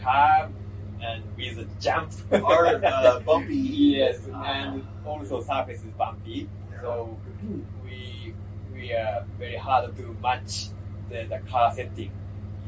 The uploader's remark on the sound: An interview with Nissan and NISMO engineers during GT4 America at COTA!